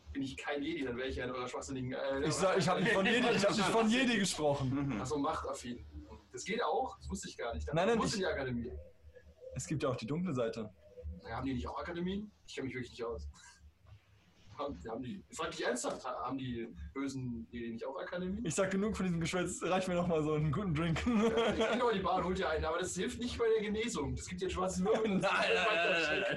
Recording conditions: distortion